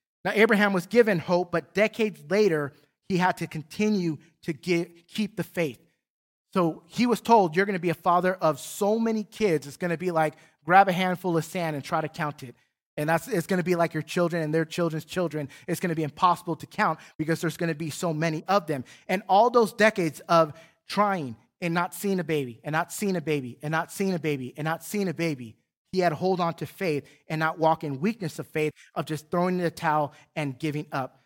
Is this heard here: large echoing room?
yes